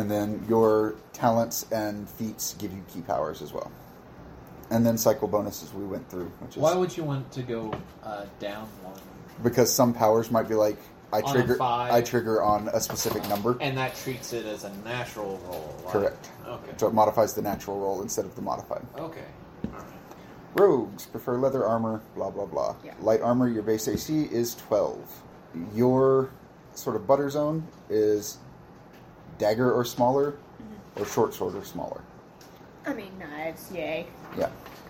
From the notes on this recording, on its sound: While apparently picking up every noise that is occurring in my house. This was recorded on a phone for reference purposes so there's not a lot of QA going on here and we weren't able to scrub all the background noises.